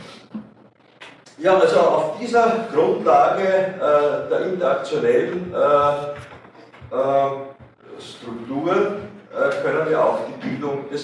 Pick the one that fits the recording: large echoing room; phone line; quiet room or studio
large echoing room